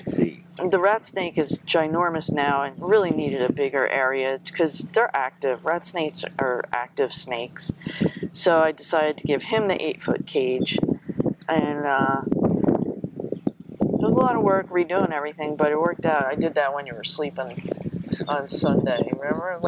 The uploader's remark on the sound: A Podcast On The Boat In The Bay, We're Floating! We apologize for any wind noise as we are on…our paddleboat!